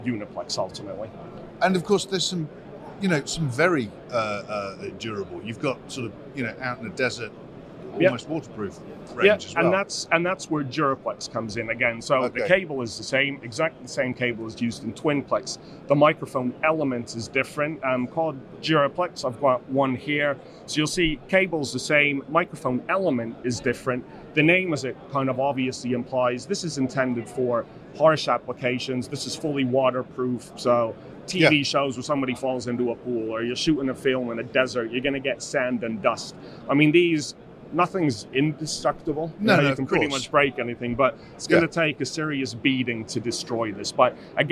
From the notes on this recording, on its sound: At IBC 2023. On the Shure stand.